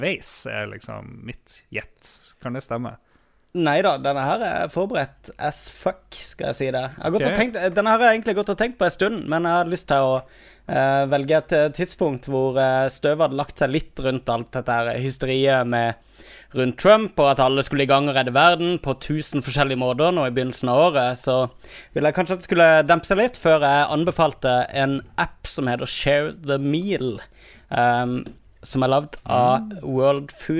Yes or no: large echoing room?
no